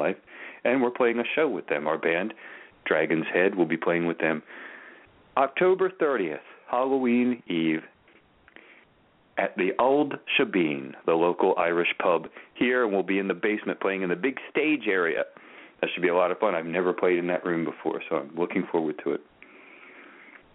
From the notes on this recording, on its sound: Open the phone lines for Tarot/Oracle readings!